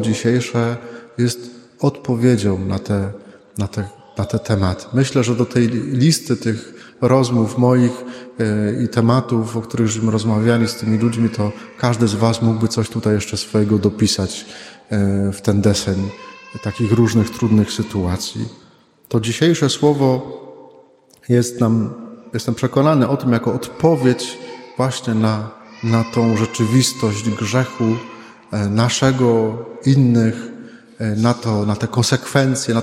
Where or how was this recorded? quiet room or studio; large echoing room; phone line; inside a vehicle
large echoing room